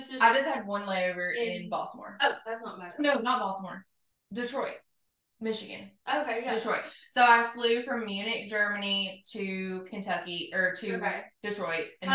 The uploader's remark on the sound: The sound is not great on this episode bc we only had one mic and placed it in the middle :/ that didn't really work lol.